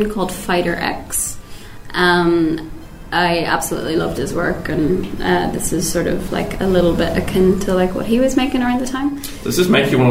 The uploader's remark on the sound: Recorded 6th October 2019 at High Score 2019!